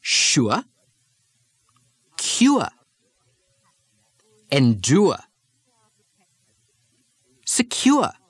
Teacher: The R drop from the oor sound leaves the diphthong ua, as in sure, cure, endure, secure.